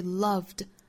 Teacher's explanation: d 的字母应该读浊音，所以 loved 但是在词中，所以我们读的稍微弱一些